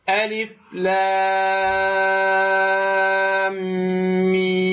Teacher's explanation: هنالك ميم تدغم بالميم الأولى وهنالك غنة بمقدار 2 حركات